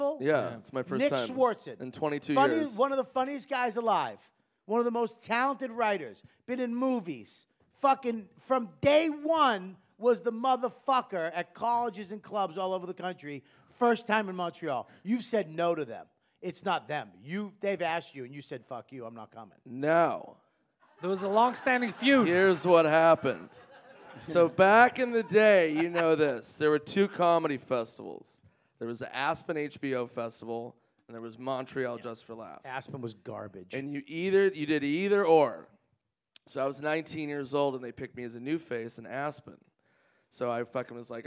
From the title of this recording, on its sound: Live at JFL